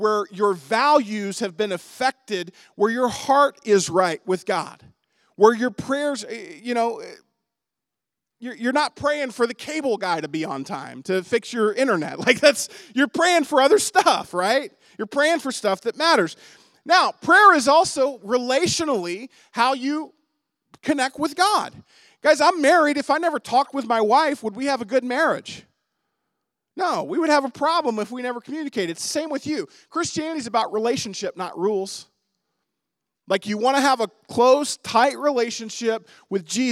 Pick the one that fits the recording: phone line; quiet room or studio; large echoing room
large echoing room